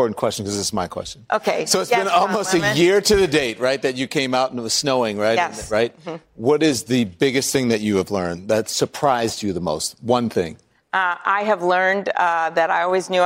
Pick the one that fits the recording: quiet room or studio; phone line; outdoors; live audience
live audience